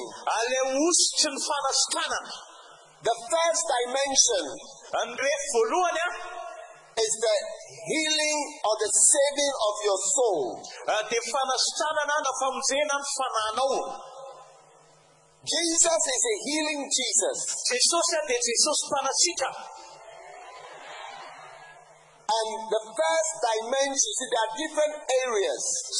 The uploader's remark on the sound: Preached at the Healing Jesus Crusade June 2023, Antananarivo-Madagascar.